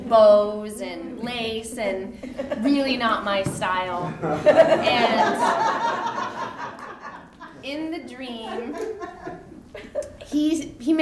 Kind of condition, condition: setting, live audience